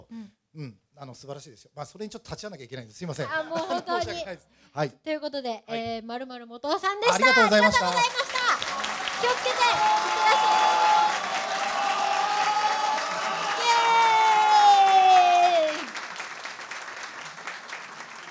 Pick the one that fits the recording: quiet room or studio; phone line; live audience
live audience